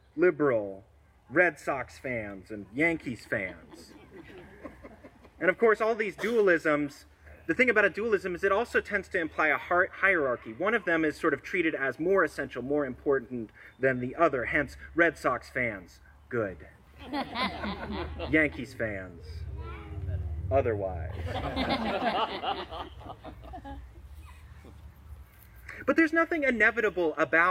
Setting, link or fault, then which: setting, outdoors